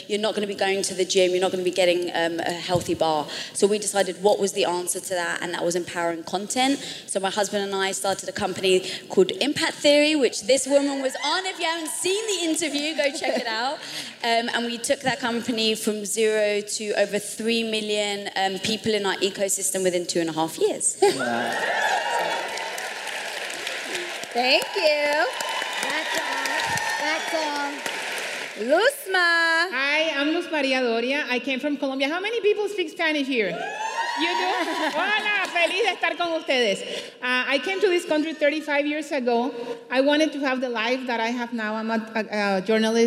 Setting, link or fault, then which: setting, live audience